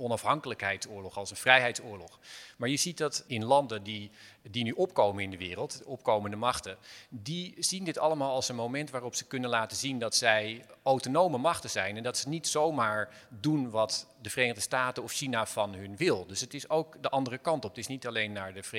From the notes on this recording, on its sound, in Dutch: Live vanuit de Stadsschouwburg Amsterdam.